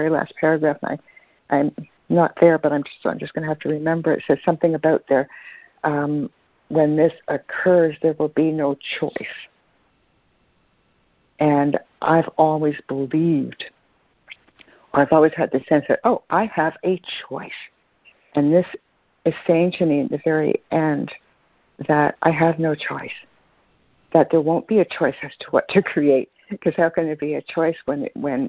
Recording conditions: phone line